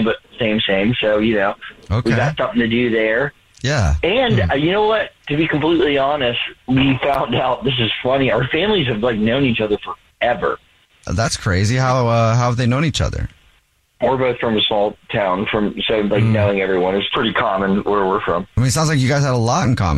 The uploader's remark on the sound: We get that other person on the phone